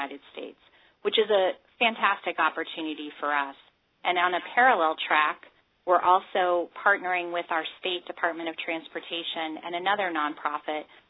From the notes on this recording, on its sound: An hour-long conference call from June 11.